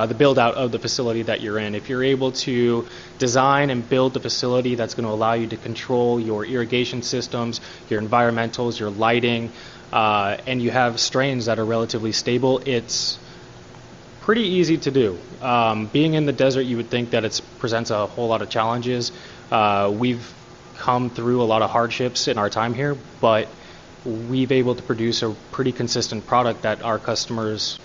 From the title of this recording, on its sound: Live from CES 2019